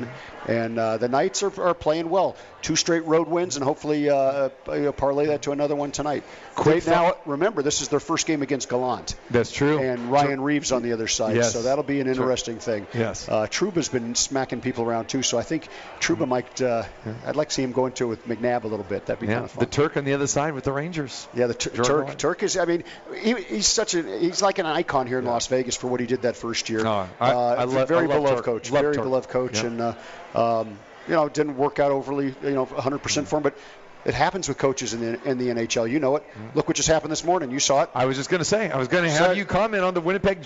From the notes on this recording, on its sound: Live from the Cosmopolitan of Las Vegas